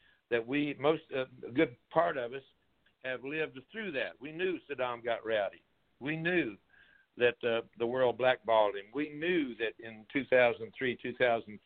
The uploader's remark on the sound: Conference Call - Friday, February 26, 2021